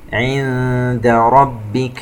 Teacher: نون ساكنة وبعدها حرف الدال إخفاء